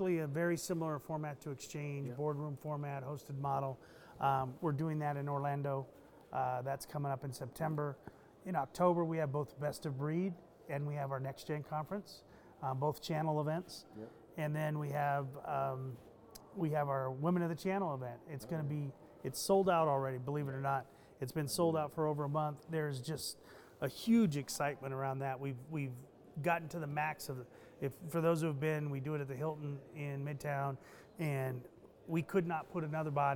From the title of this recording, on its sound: Live From XChange